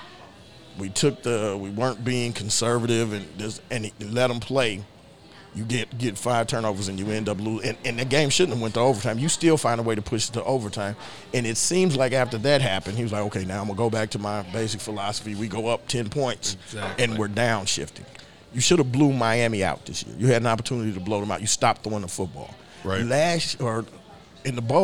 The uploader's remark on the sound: from Neds Starlight Lounge in Oklahoma City